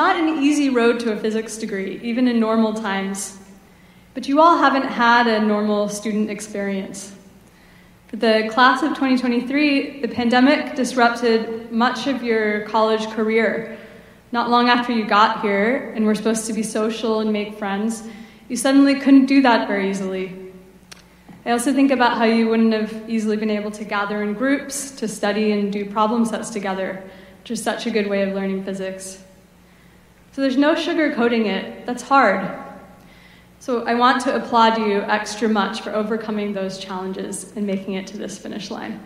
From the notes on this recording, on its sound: Gives the keynote commencement speech to the Class of 2023 at Berkeley Physics. Ceremony.